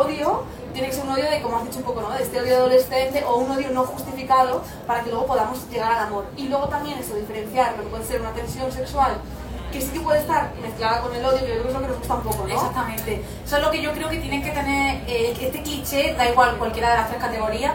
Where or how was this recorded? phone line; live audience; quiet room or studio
live audience